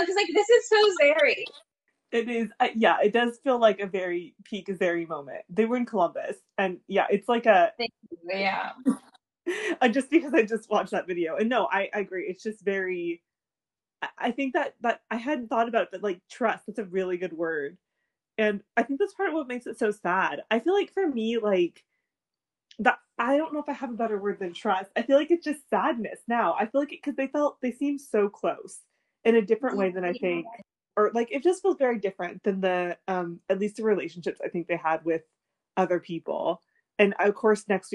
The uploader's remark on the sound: We would apologize for all technical glitches